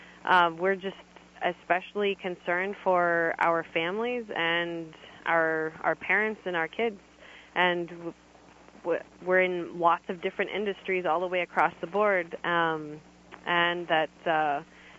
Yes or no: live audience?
no